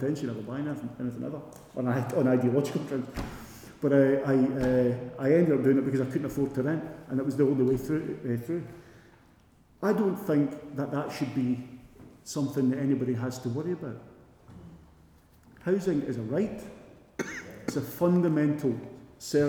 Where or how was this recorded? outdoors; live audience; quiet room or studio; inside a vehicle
live audience